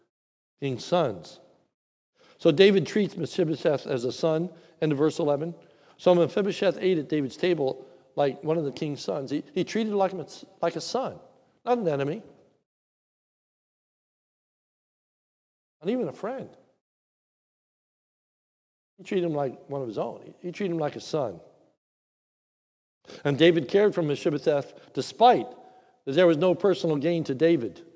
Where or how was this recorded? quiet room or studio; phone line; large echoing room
large echoing room